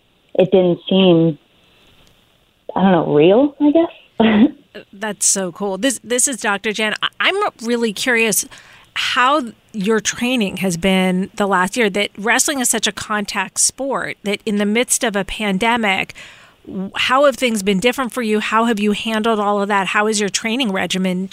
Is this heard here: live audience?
no